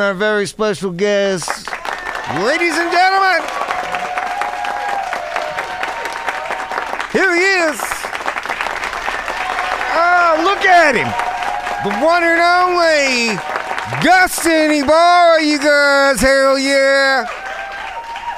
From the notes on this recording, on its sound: Live from Steve's every Friday!